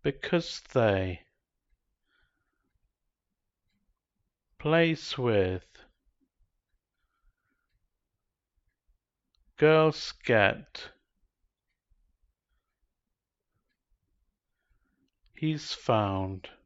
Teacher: Z changes to s in CC connections